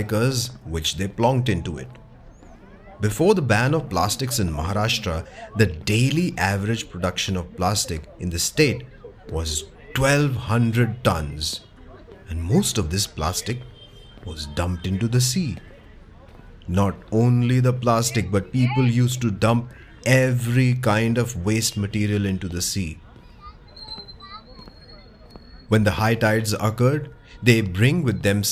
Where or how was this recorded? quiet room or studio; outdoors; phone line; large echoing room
outdoors